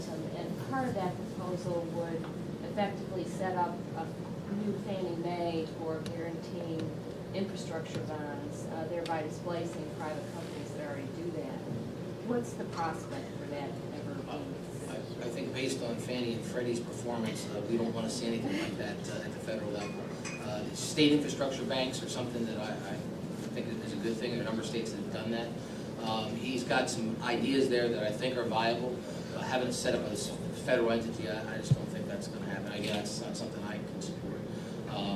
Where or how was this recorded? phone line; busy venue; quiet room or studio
busy venue